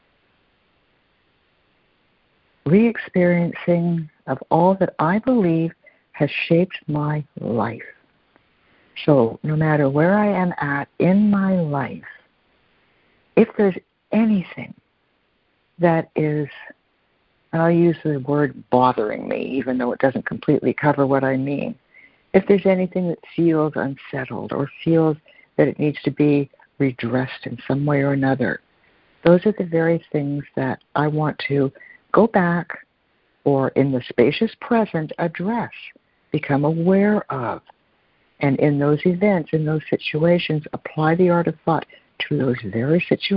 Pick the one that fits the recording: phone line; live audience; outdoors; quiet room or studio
phone line